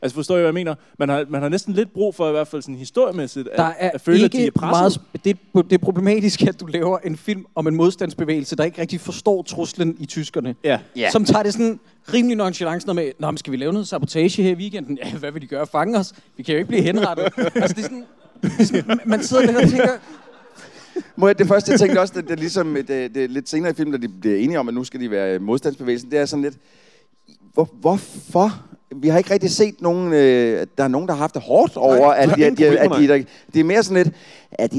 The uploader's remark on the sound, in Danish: Dette er et live-afsnit, optaget på Grønnegades Kaserne i Næstved